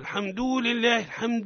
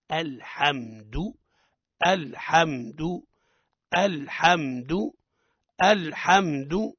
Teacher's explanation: ويقع الخطأ في الدال من أوجه هو تمطيطه مده · Shown in: first take